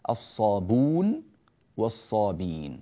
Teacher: فقرأها قالون بحذف الهمزة، الصابون والصابين، طبعا ترتب على حذف الهمزة من صابئون أن ضم الباء لتناسب الواو التي بعدها، فبدل الصابئو صارت الصابو، الصابون والصابون والنصارى، وكذلك والصابين والنصارى.